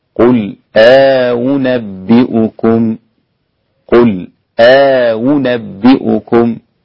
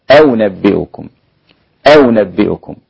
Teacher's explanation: بتسهيل الهمزة الثانية مع الإدخال · Shown in: first take